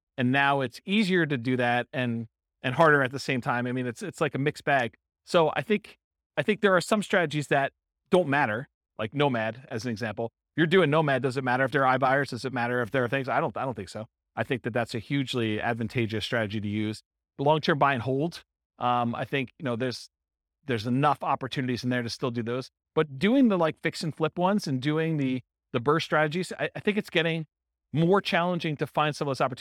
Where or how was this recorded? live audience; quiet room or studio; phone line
live audience